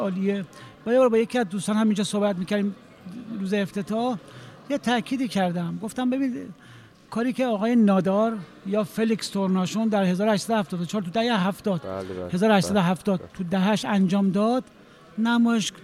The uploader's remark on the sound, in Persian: این گفت و گو در پخش زنده و خانه هنرمندان ایران ضبط شده است.